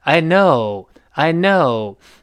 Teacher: 特别这个 no，稍微拖长，拖长音儿，啊，最后声调滑下来